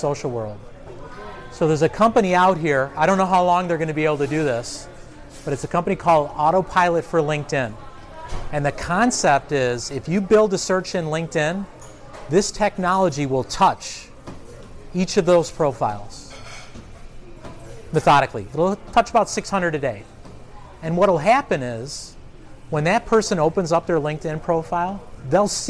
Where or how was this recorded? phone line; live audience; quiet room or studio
live audience